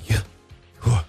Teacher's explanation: But scholars and rabbis have noted that the letters Y, H, W, H represent breathing sounds or aspirated consonants. When pronounced without intervening vowels, it actually sounds like breathing. Y-H, yuh, inhale, W-H, whew, exhale.